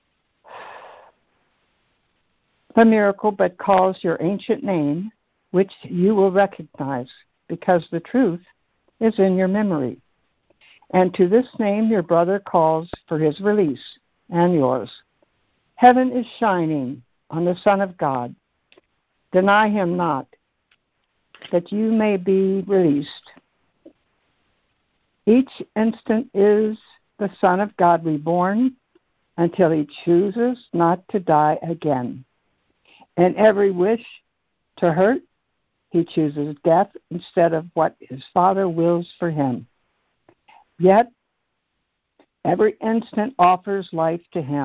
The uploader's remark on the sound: ACIM Daily Conference Call